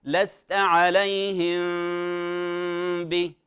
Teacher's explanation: نغن قدر حركتين دون مجافة، يعني لا نترك فجوة ولا نشدد على مخرج الميم · Term: الإخفاء